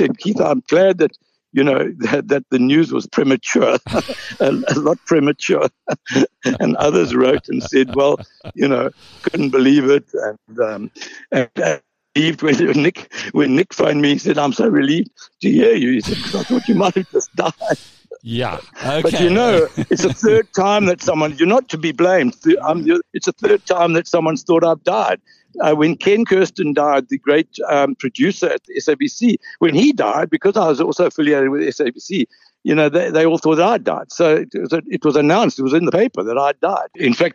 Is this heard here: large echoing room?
no